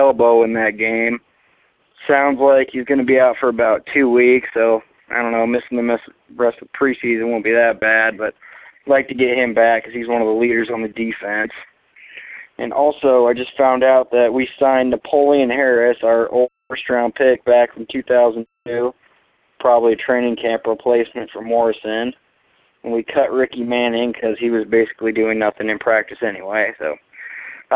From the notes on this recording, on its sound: Raider Nation “Boneline” Call-in Segment